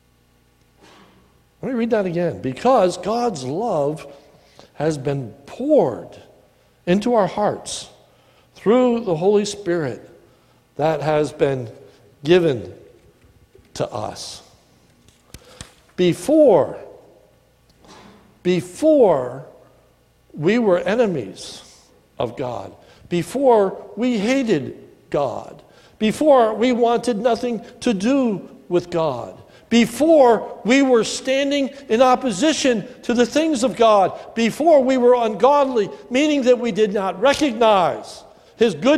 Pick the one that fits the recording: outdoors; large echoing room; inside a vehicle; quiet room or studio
large echoing room